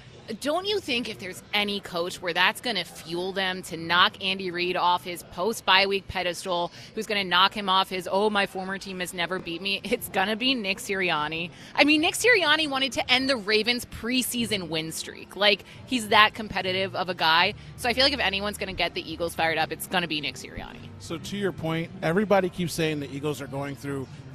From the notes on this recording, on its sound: live at Parx Casino